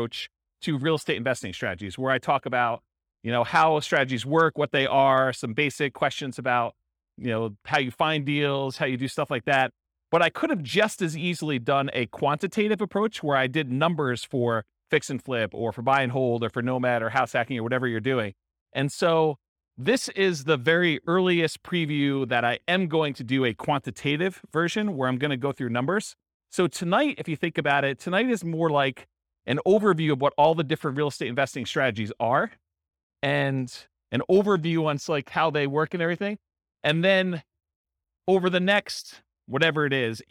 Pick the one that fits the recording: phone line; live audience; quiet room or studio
live audience